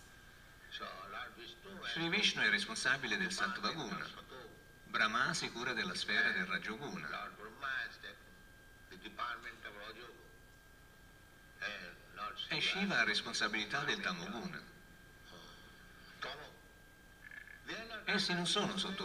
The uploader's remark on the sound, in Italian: in diretta dal Tempio di Villa Vrindavana